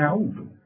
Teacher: فهنرقق قوي الهمزة والعين والدال